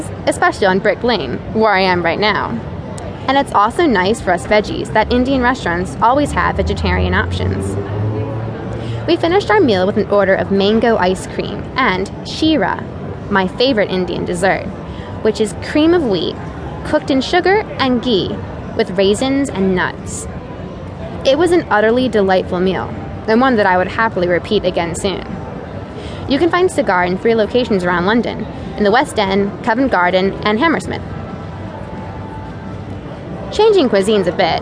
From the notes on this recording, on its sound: The Vegetarian Travel Guides are comprehensive audio tours recorded right on the scene.